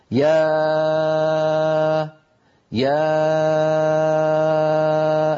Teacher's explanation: تخرج الألف بانفتاح الفم ويكون اللسان في وضع الراحة مع اهتزاز الأوتار الصوتية في الحنجرة. يعني لما يقول أحدنا مثلا يا يا الآن، فمي مفتوح، اللسان في وضع الراحة، ليس له وضعية يعني خاصة، الوتران الصوتيان اللذان رأيناهما في الصورة وكانا يرتجفان ويهتزان، هذه صورة حقيقية أخذت بالمنظار للأوتار الصوتية في الحنجرة.